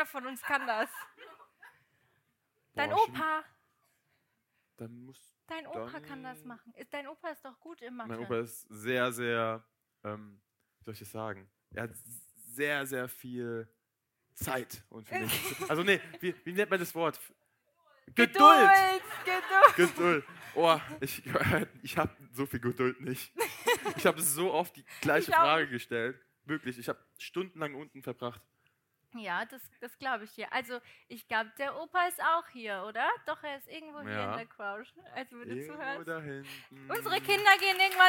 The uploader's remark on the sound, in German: Unsere erste Liveshow. Dass vorgestern unsere aller erste Podcast Live Show stattgefunden hat!! Wundert euch nicht, wenn es sich manchmal so anhört, dass wir lispeln ( das Mikrofon ist Schuld) & es ist alles LIVE.